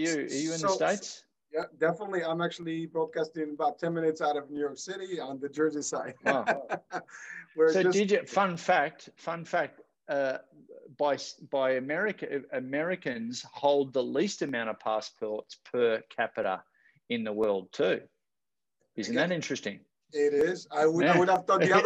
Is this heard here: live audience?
no